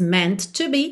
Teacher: E meant to, como eu até já falei hoje lá na parte 2, você pronuncia um T só, então não diz meant to be, e sim meant to be, ok?